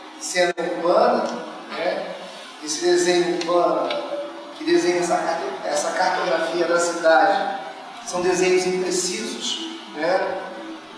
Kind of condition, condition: setting, live audience